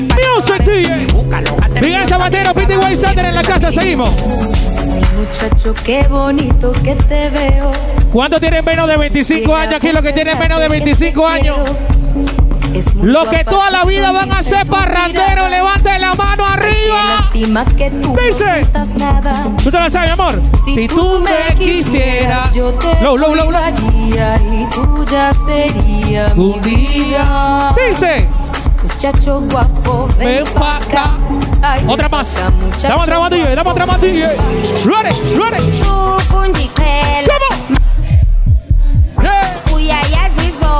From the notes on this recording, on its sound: Live Session at 5to5 Hotel Hilton Panamá